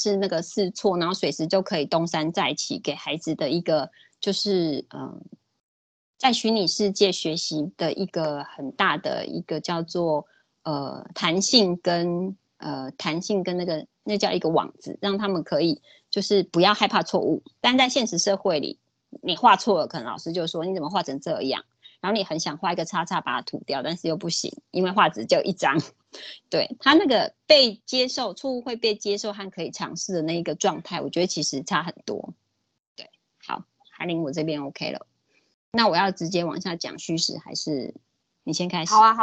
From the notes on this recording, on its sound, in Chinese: 講座錄音。此為線上課程錄音檔。